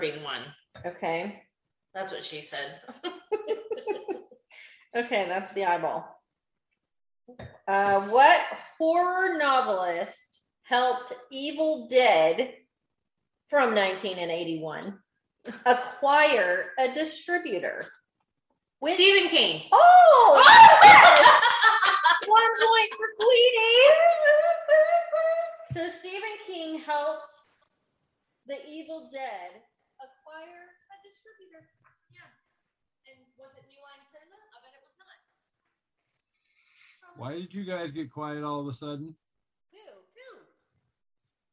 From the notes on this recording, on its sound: We're also joined by several special guests who sipped along on this live episode. The audio isn't the best.